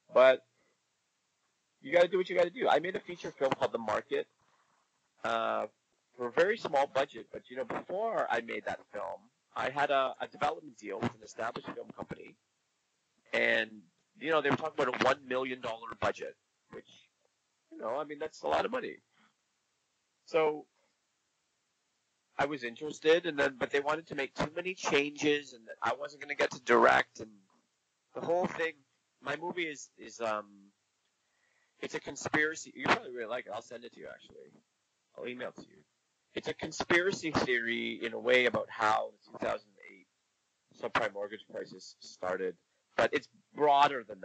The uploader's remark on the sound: There are a few sound issues this episode but the show must go on.